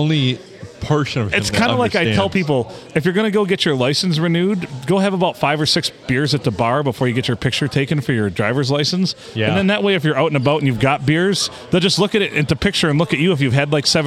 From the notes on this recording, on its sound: Recorded from our normal table at the Blue, after a little snafu on a Sunday night in the glorious 4-69!